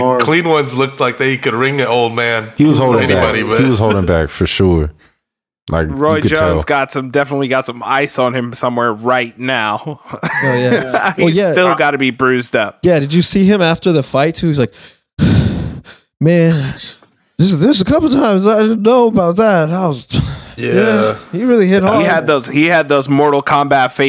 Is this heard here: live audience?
no